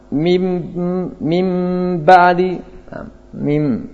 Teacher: Pengucapan dengan sangat menekan bibir ini akan menghasilkan gunnah tidak sempurna.